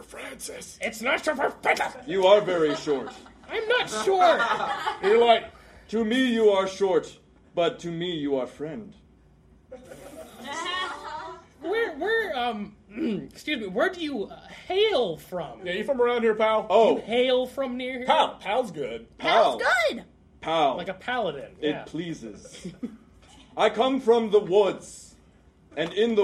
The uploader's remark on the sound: WITH A LIVE STUDIO AUDIENCE! Many thanks to Pipeline Collective for hosting The Quest Company's first ever live show!